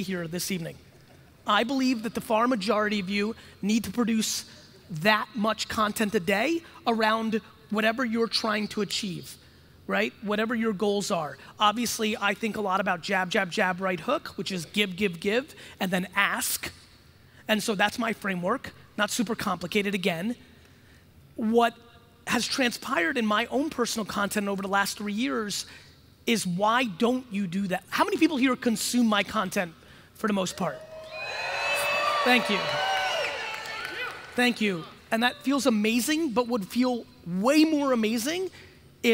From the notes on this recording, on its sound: Keynote from 2019. This one is at a conference in Los Angeles in 2019.